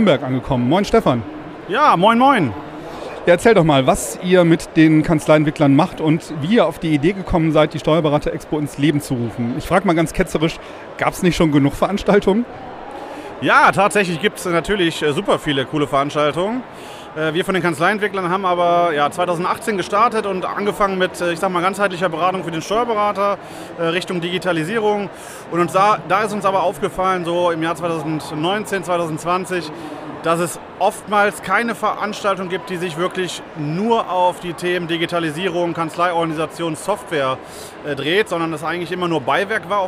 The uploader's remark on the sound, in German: Live von der StB EXPO in Köln. Heute machen wir gemeinsam mit Euch mal einen kleinen Ausflug nach Köln und schauen uns auf der StB EXPO um.